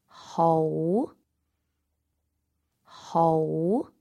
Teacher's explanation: The second tone is high and rising